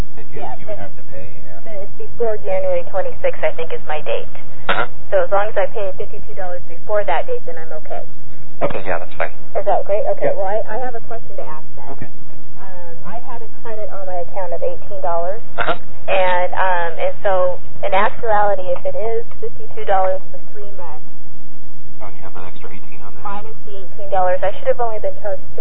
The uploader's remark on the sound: Prank Phone Calls Collection